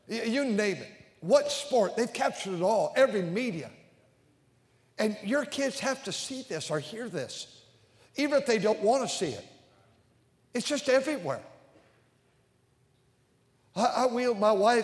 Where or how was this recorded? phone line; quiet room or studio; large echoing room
large echoing room